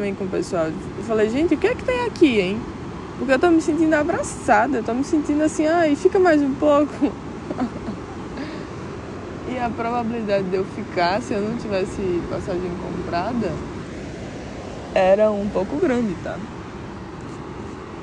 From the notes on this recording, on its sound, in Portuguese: Episódio gravado no chapadão da praia do amor em Pipa, RN.